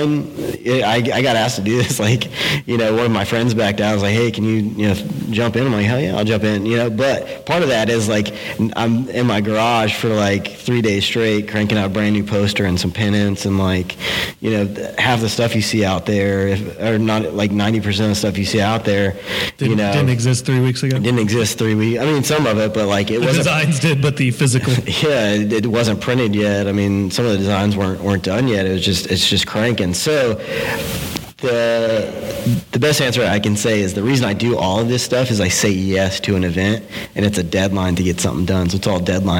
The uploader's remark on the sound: We sat down and recorded this live, in front of 700 people, from the stage at Creative South last week.